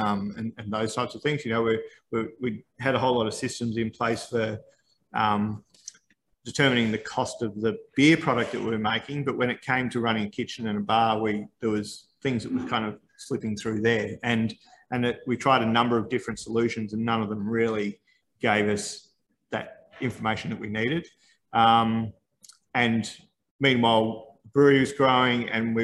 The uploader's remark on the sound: This chat was part of Cloud Culture ’s recent beer tasting Zoom event. This chat was part of Cloud Culture ’s recent beer tasting Zoom event.